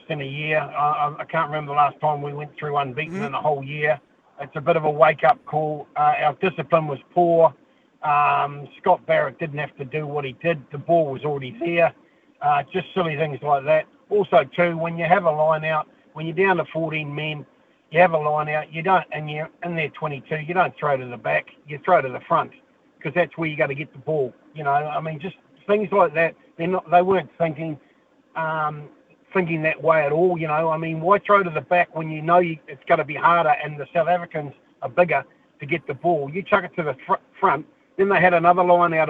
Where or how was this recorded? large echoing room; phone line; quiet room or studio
phone line